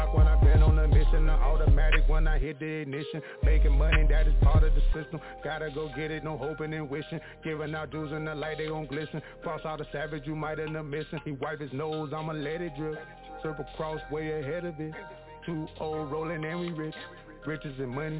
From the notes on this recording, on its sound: Tonight we have few guest callers calling in and will be speaking with us.